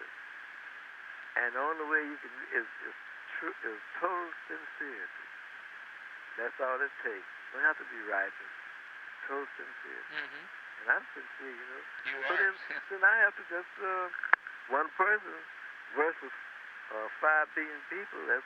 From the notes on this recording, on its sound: September 1985 phone call.